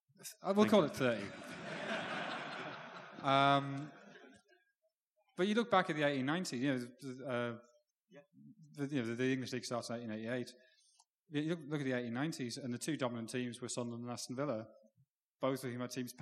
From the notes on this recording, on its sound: The Blizzard Live in Edinburgh. The second half of the Blizzard's live Q&A event held at the WS Society in Edinburgh on 19th May. The panel took questions from the audience.